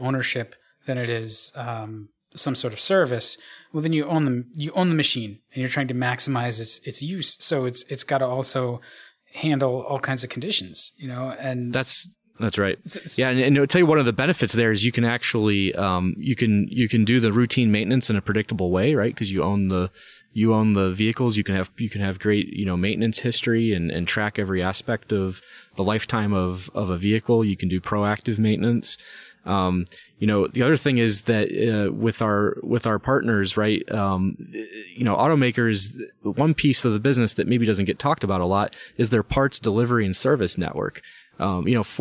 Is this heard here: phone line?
no